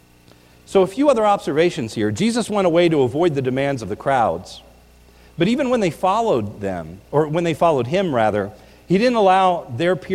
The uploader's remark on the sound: This is a recording of the New Year’s Eve Service at the Lebanon Bible Fellowship Church in Lebanon, PA.